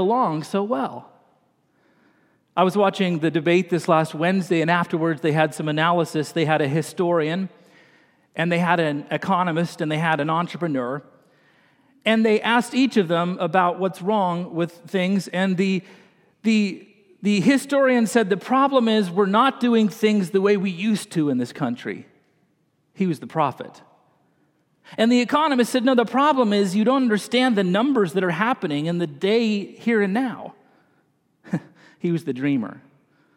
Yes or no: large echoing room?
yes